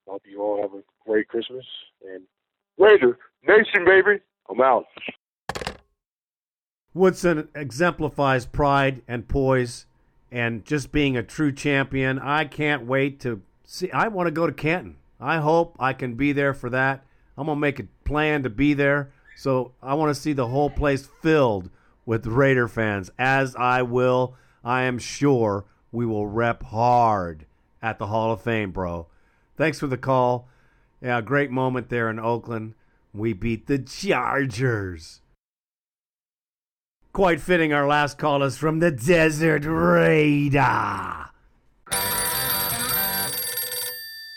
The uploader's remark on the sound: Raider Nation “Boneline” Call-in Segment